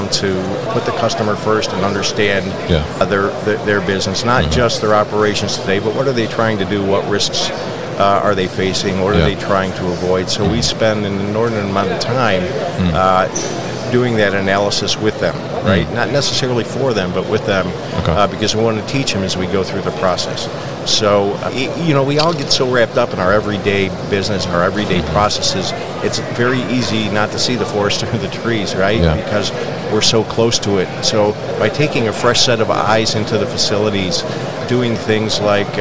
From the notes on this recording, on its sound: Newcastle Systems at MODEX 2022